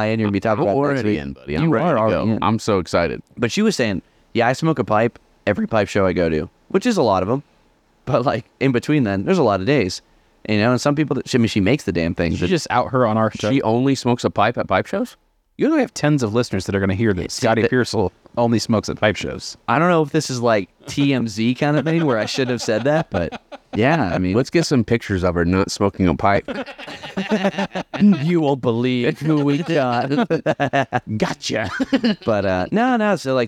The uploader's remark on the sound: We recorded live at the Columbus Pipe Show 2023. Unfortunately, our travel recorder died while recording and the episode is cut short. In spite of a few audio gremlins, we had a stellar time.